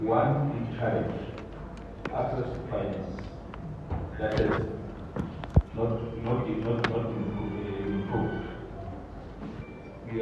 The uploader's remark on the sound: Zhejiang Jinhua SA Trade & Investment Promotion Conference. Addressing the Zhejiang Jinhua-South Africa Trade & Investment Promotion Conference, held at the Gallagher Convention Centre.